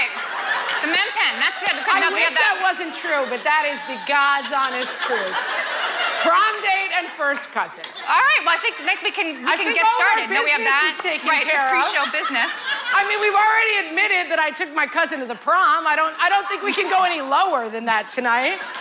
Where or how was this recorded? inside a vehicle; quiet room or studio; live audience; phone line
live audience